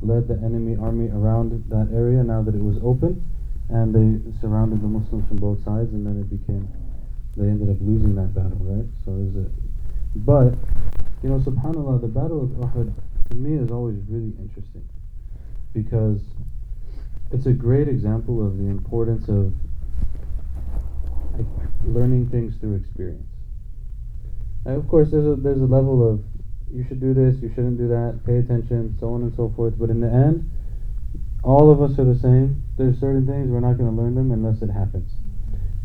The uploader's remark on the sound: Visiting the Sacred Places - 06 (poor audio quality -sorry-).